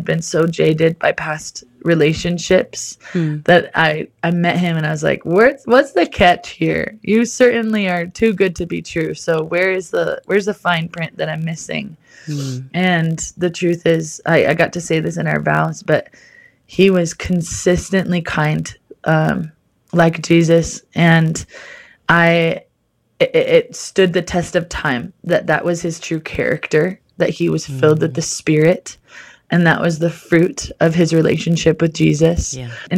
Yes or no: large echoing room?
no